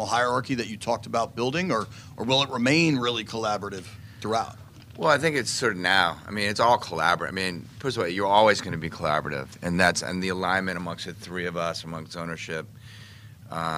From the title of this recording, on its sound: Intro Presser LIVE From Ashburn